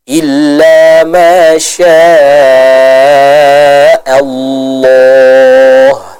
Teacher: dibaca dengan menebalkan huruf lamnya. Kenapa? Karena lafzul jalalah di sini didahului oleh huruf yang berharokat fathah.